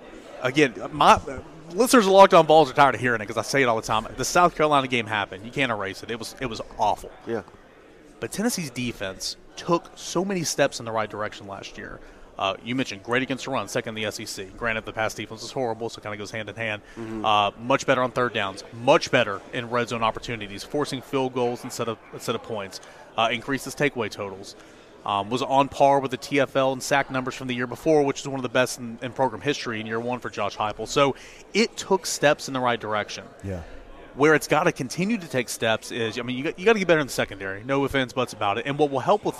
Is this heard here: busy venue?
yes